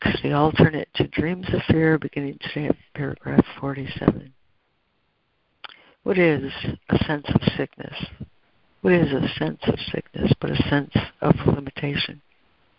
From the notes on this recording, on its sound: ACIM Daily Conference Call.